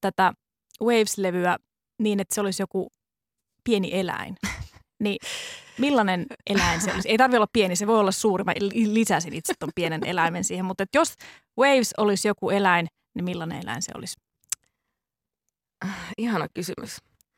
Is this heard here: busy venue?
no